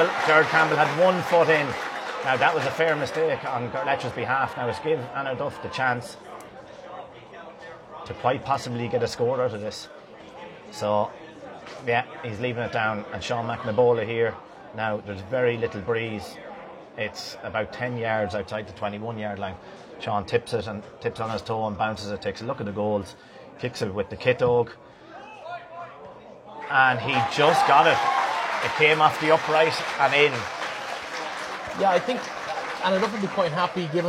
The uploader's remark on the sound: Live first half commentary from Avantmoney Pairc Sean MacDiarmada